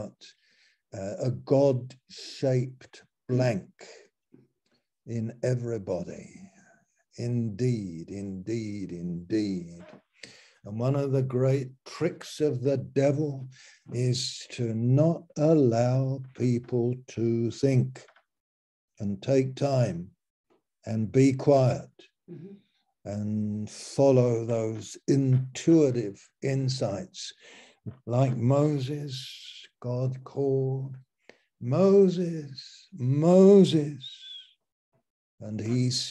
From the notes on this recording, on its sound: Malaysia Meets (Zoom).